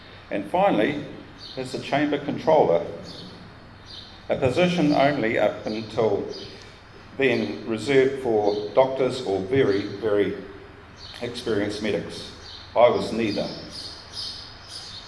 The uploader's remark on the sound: This episode features presentations made in front of a live audience at the 2019 Wings Over New Zealand Christmas Party, held at Te Kowhai Aerodrome, Hamilton.